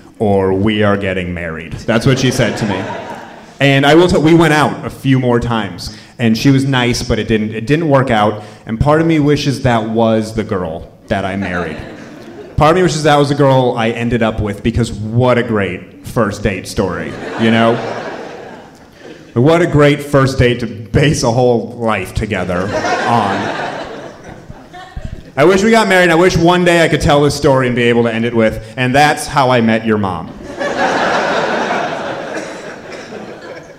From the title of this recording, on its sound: Live From Charleston!